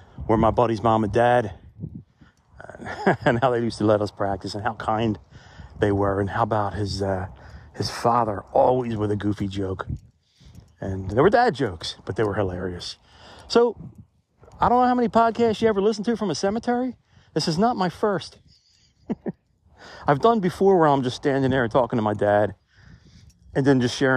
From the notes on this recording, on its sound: Reporting Live From the Cemetery! Take a walk with me.